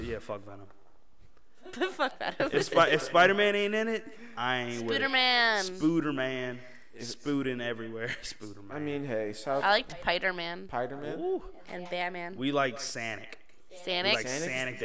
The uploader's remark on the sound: Sorry about the echo in advance